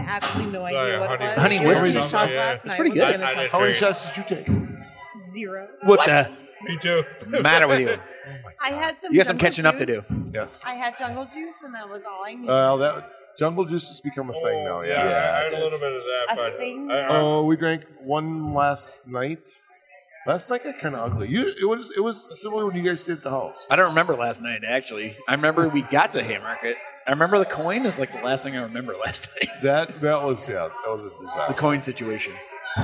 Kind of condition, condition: setting, busy venue